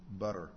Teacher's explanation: When we put it in the middle of a word, especially if we double it, like butter, if you say butter to yourself, pay attention to what your tongue's doing. It's actually making what we would call a flapped R